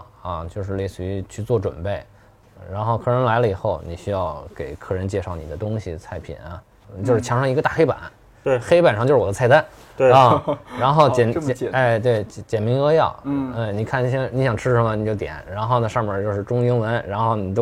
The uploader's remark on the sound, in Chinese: 其中一家店录制了这期节目